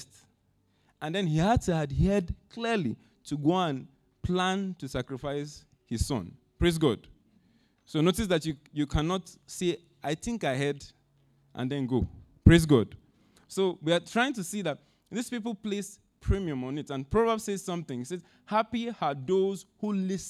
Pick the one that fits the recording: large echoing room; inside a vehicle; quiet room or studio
large echoing room